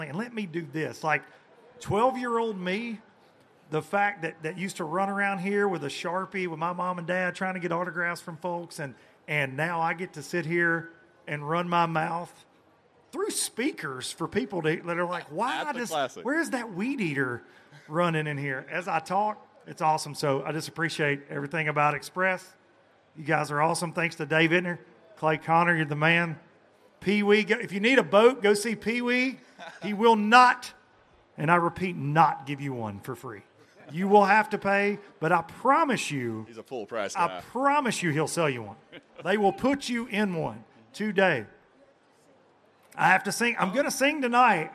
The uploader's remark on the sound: Xpress Boats at the Bassmaster Classic! LIVE from the Bassmaster Classic. From the Xpress Boats booth from a brand new H18!